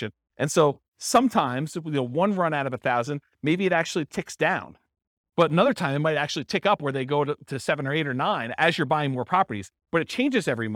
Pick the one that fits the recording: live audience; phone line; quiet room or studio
live audience